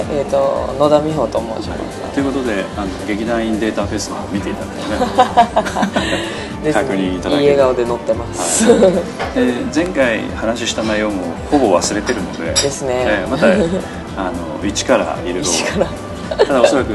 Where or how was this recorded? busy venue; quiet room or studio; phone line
busy venue